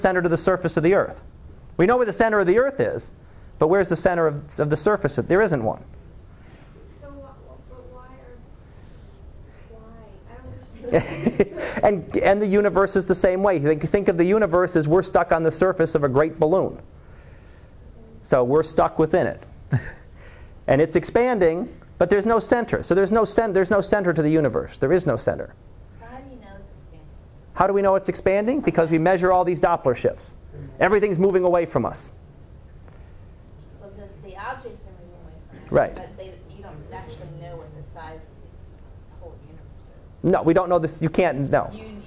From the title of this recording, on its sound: Live Class Lecture 2013 Nov 18